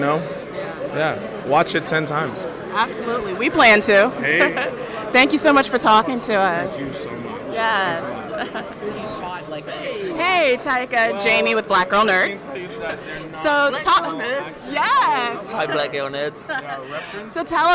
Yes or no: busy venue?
yes